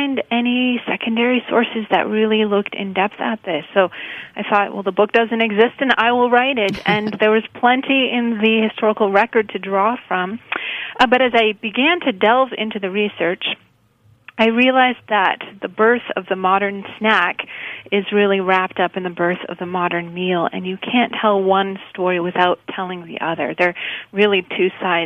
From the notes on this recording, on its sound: via phone